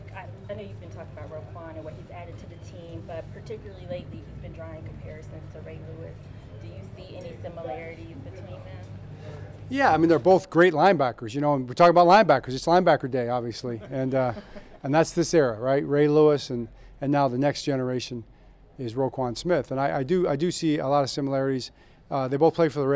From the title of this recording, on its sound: Press Conference (10/6)